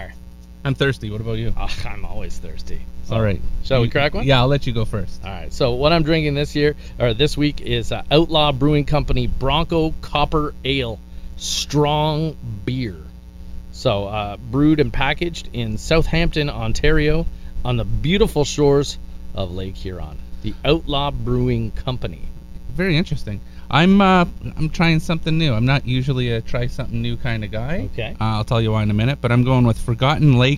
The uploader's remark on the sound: The Outdoor Episode (With The Bad Sound)